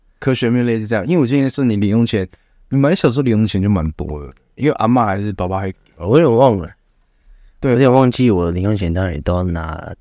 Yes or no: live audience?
no